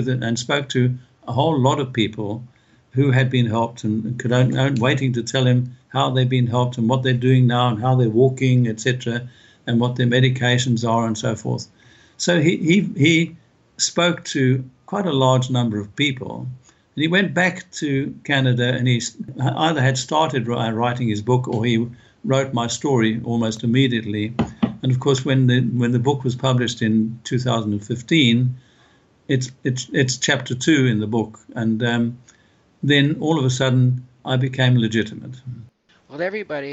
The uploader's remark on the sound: This interview was done via Skype